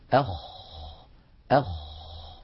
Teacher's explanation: من أولى صفاته أنه مهموس، يعني يجري معه النفس، أخ أخ، فلا بد من إجراء هذا الهمس الذي هو جريان النفس.